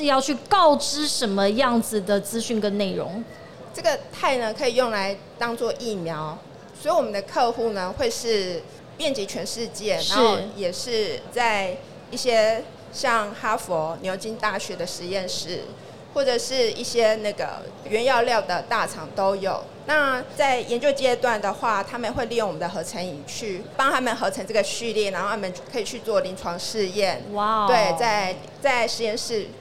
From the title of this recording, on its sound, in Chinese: 2022 Medical Taiwan台灣國際醫療暨健康照護展 -Live Podcast